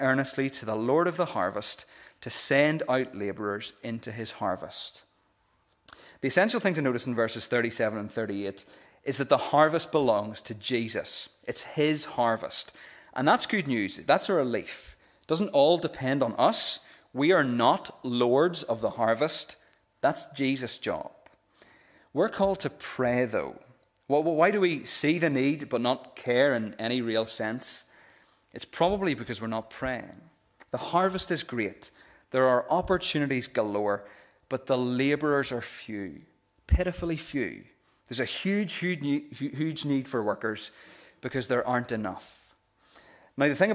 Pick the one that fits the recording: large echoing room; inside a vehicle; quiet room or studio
large echoing room